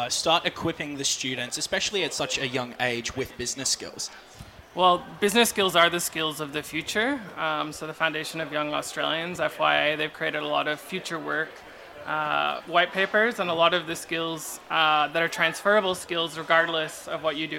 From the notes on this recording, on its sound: outside broadcast for 2020, from Springfield Central State High School